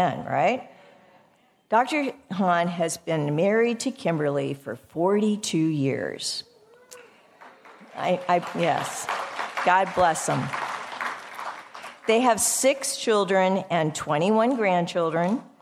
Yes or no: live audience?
yes